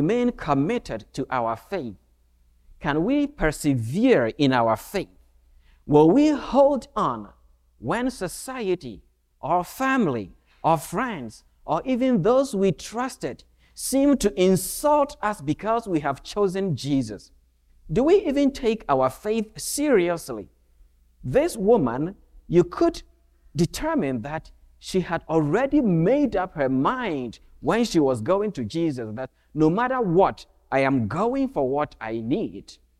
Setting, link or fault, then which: setting, large echoing room